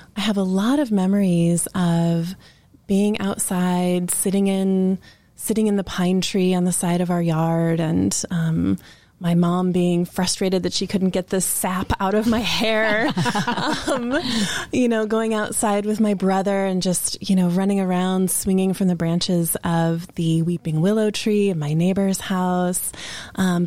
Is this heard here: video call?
no